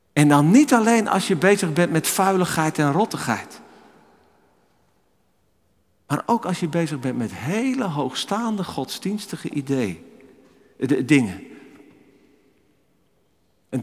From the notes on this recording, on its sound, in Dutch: Opgenomen in de Noorderkerk te Amsterdam.